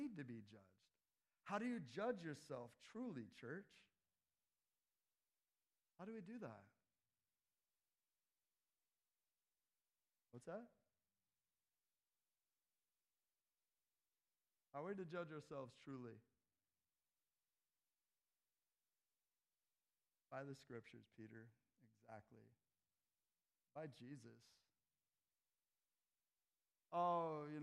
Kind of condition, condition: setting, large echoing room